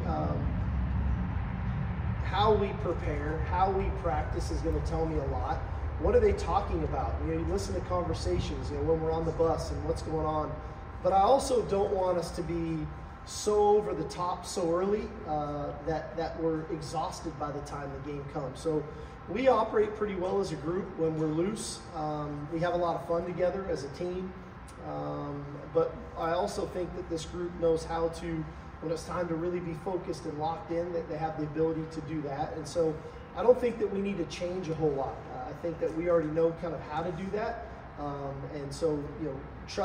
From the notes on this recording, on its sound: Arrival Press Conference in New Orleans for the Allstate Sugar Bowl.